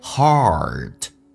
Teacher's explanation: heart 在美式发音当中需要重度卷舌来体验一下，嘴巴打开一些，整个舌身往回卷到极限